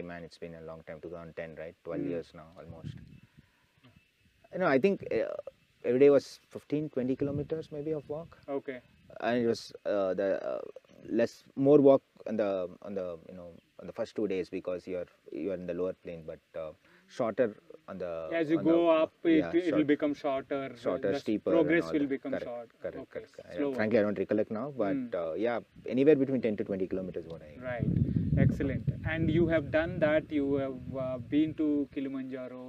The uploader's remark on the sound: We recorded this episode on the banks of river Badra in Kalasa when we went on a bike trip a couple of weeks ago.